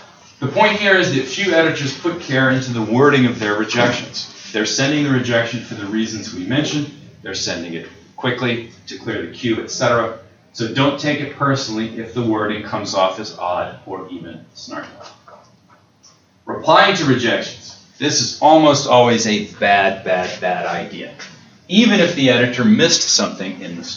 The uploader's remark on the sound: an excerpt from the lecture